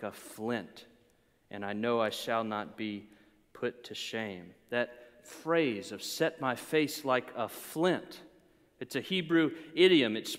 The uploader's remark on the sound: preached during a Good Friday Service